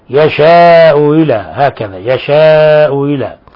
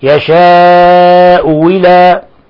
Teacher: تسهيل الهمزة الثانية وإبدالها واوا